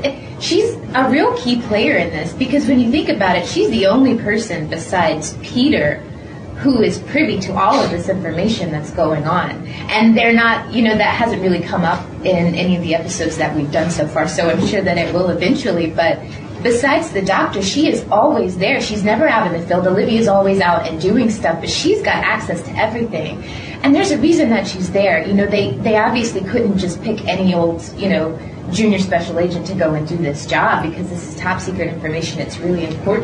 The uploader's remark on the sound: From New York Comic Con in 2009 , I attended a press conference